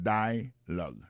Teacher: l'accent tonique là tombe sous premier syllabe là